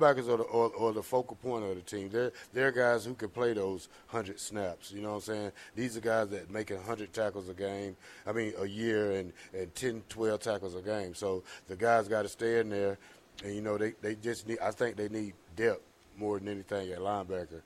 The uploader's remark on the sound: LIVE from Wingstop